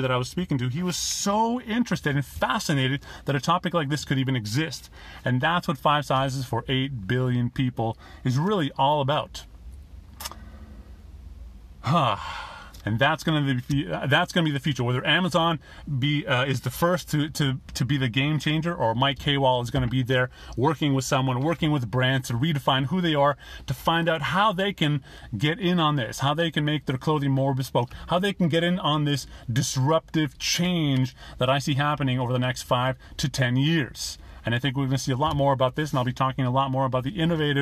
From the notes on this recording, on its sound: Listen to this podcast episode, which I made in my car from my Google Pixel 2 XL - unedited version...